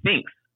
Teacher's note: they kind of pronounce a sounds like an i, so it'd be um, thinks instead of thanks.